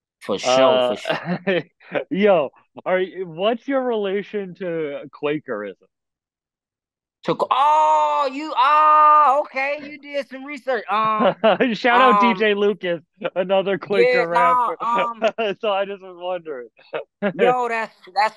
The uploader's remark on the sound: I sit down on zoom